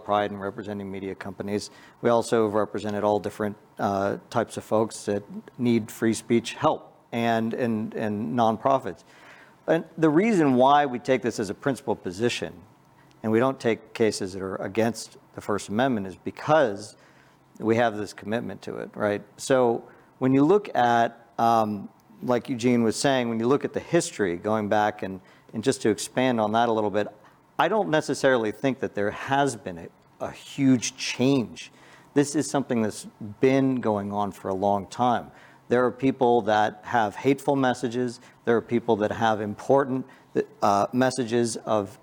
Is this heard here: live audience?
yes